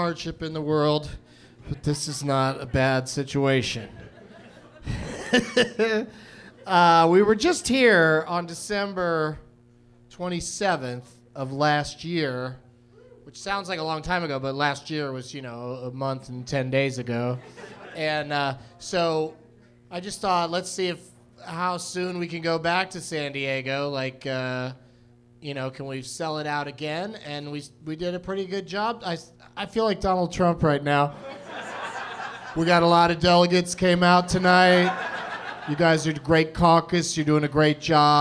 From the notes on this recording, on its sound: Live from the American Comedy Company in San Diego